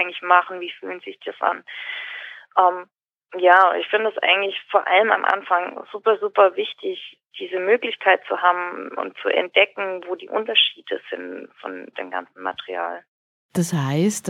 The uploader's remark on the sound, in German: spricht im Telefongespräch